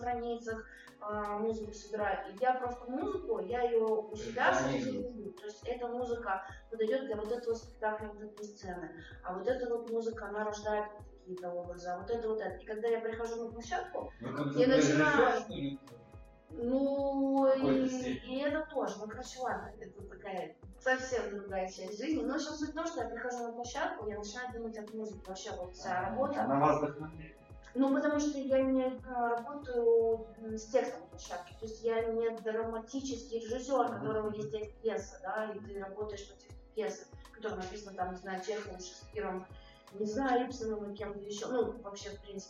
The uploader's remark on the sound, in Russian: Эфир получился очень насыщенным, но, к сожалению, из-за технической ошибки возникли проблемы со звуком.